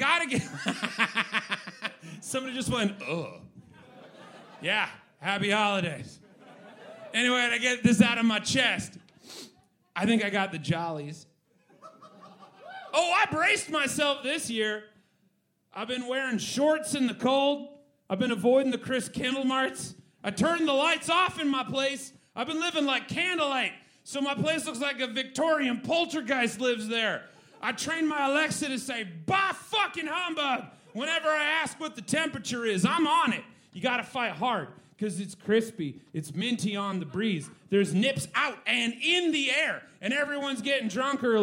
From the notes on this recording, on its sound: Recorded LIVE on December 14th 2023 for The Paper Machete Holiday Pageant at Carol’s Pub